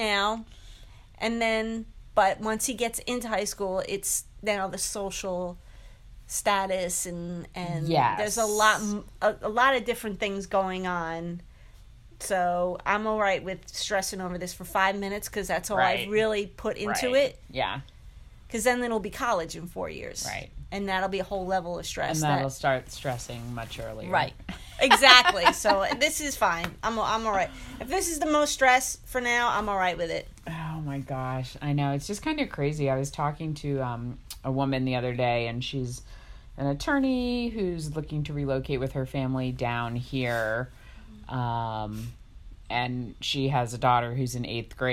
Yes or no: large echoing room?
no